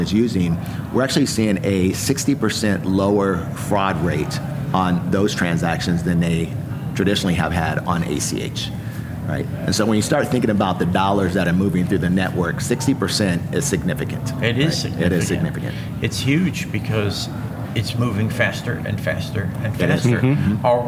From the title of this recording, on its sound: LIVE FROM MONEY 20/20